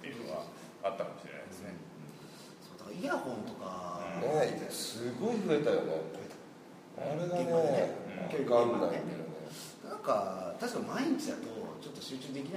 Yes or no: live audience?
yes